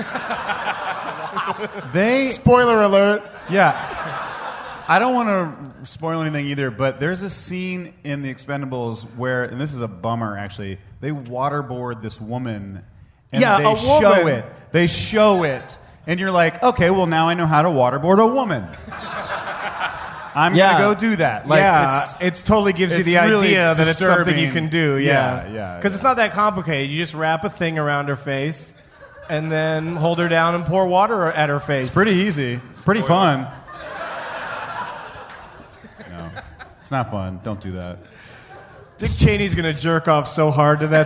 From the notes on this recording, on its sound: Recorded in front of 121 awesome peeps at Parlor Live in Bellevue, WA on August 15, 2010.